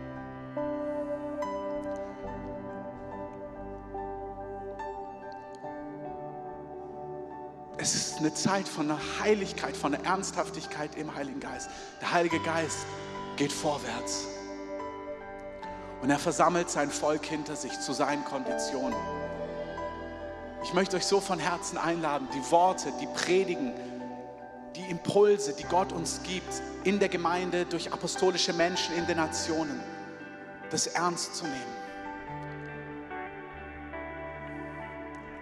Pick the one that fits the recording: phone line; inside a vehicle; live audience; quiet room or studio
live audience